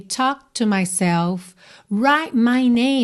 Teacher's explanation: percebe que a gente quase não ouve mesmo essas letrinhas consoantes oclusivas